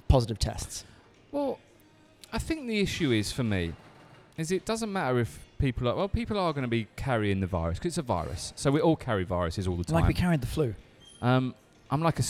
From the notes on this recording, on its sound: Recorded at Coffee Lab